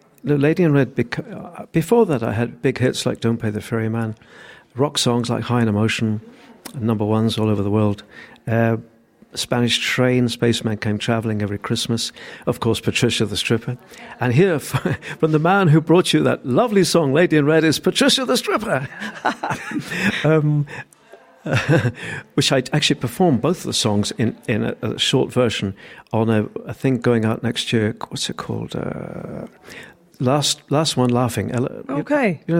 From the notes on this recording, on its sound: As Newstalk's Summer Tour continues, Lunchtime Live was LIVE from the Powerscourt Hotel & Gardens in Wicklow.